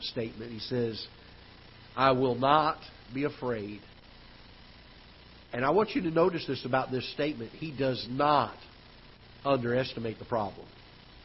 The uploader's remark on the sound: Ketha Heights Baptist Church ~ Live Broadcast